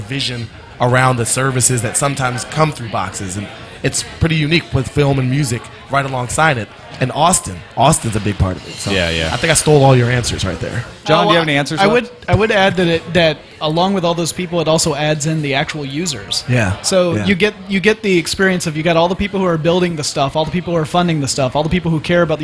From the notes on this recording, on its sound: Live from SXSW